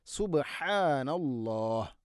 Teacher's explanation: സുബ്ഹാ ബാഇനെ ഖൽഖല ചെയ്യണം